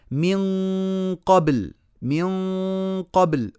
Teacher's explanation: أفخمها لأن بعدها قاف مفخمة وألصق لساني في مخرج القاف